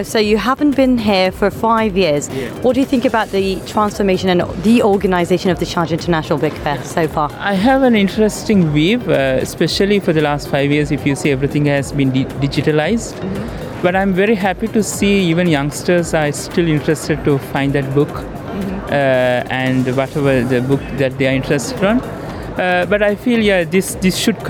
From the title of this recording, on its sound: Live from SIBF 2023